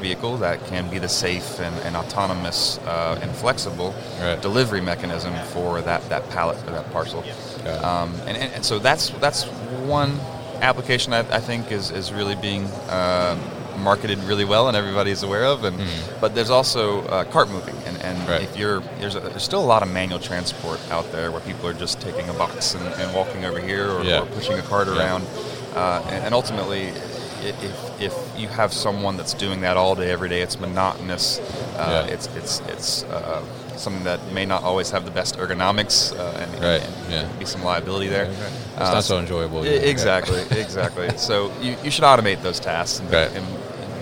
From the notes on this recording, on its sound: Mobile Industrial Robots at MODEX.